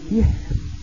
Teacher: أضم الشفتين وتبقى الراء مرققة · Term: الإشمام